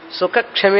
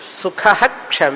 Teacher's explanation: సమదుఃఖ సుఖ క్షమీ, సుఖక్షమీ అనకూడదు, సుఖః క్షమీ అనాలి. ఎప్పుడెప్పుడైతే క్షకారం వస్తుందో విసర్గ తర్వాత, ఆ విసర్గని హకారంగా చదవాలి. · Shown in: second take · Term: విసర్గ ఉచ్చారణ